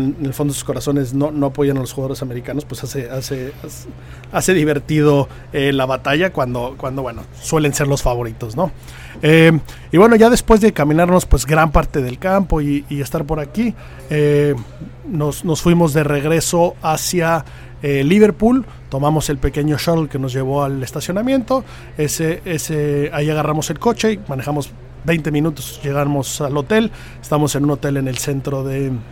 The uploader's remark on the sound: Live From The Open 151. Como inicia la cobertura del Open 151 desde Royal Liverpool.